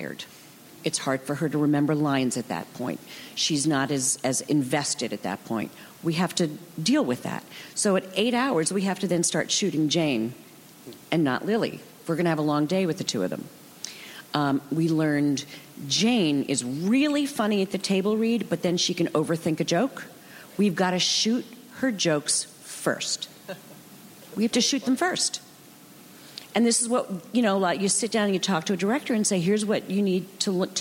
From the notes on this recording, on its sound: Recorded June 5, 2015 at ATX Television Festival.